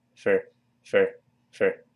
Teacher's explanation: 像这个 o 变成 a，再加卷舌，for 就会听到一个 fr fr fr 这么一个声音 · Term: 元音的弱化